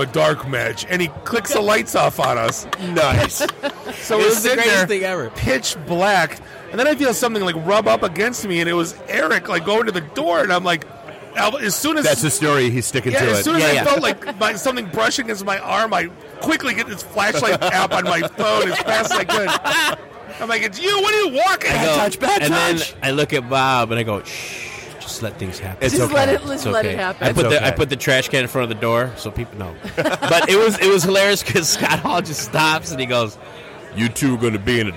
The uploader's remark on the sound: Live from Astronomicon